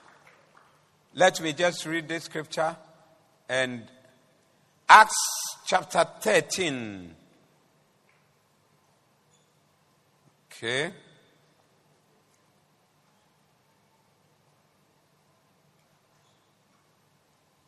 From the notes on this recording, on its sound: Preached at the Doxa Service 20012024